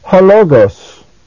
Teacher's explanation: Literally, it's not pronounced ho and logos as though it's separate pronunciation, but because it is a proclitic, it is pronounced halogos.